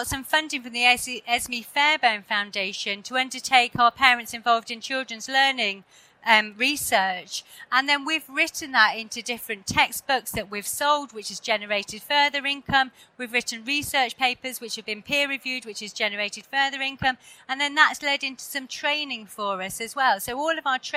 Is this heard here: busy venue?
yes